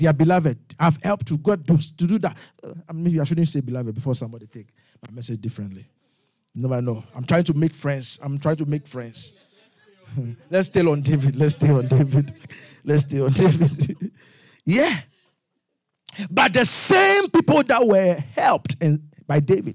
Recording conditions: live audience